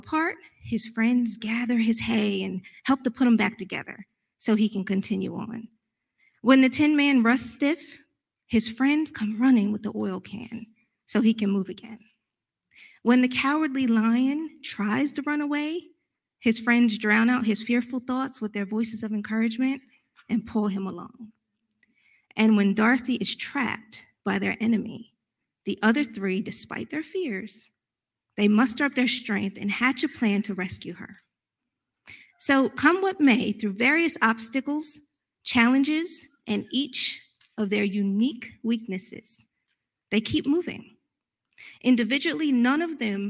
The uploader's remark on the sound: recorded live on March 13th, 2022 at Newark United Pentecostal Church.